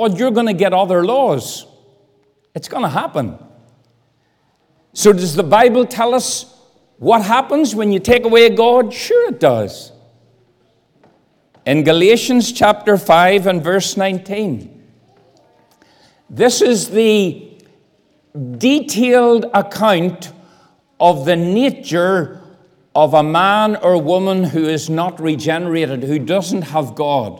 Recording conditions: large echoing room